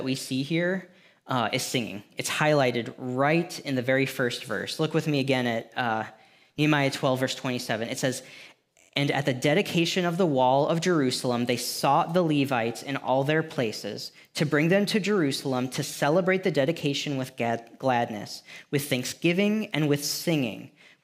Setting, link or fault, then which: setting, large echoing room